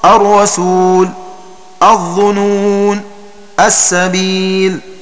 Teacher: بالقصر أي حذف الألف في الوقف